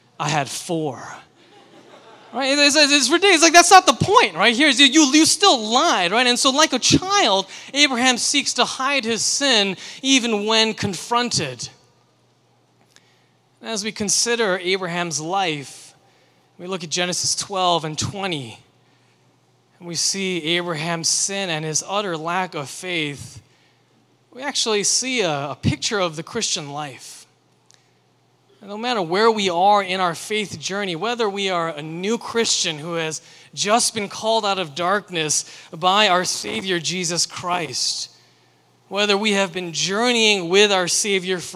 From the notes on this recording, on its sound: sermon for Liberti River Wards' June 25, 2023, Sunday worship service